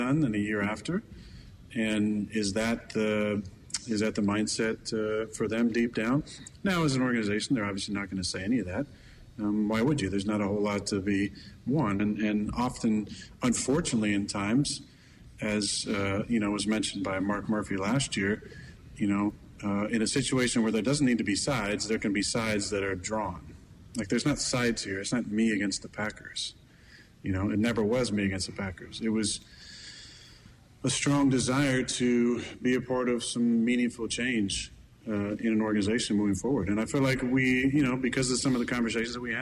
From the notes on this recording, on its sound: Live from the New Berlin Ale House.